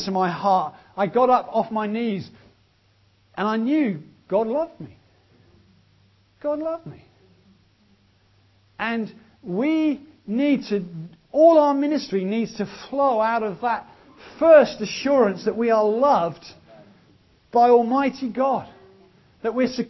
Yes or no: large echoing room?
yes